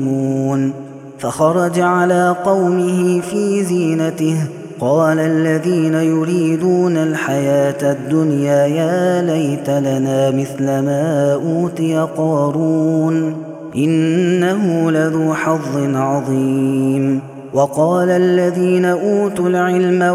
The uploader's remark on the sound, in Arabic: هذا التسجيل من صلاة التراويح